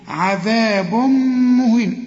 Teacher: كل تنوين يجي بعده ميم زي اللي معانا ده هي تغن · Term: ادغام بغنة